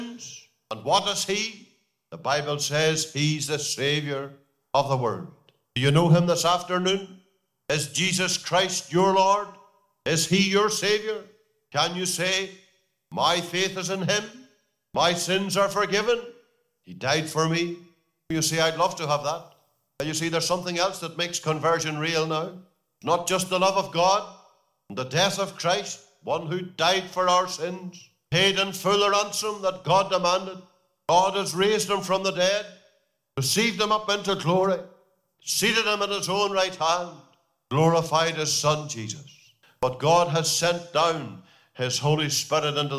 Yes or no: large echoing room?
yes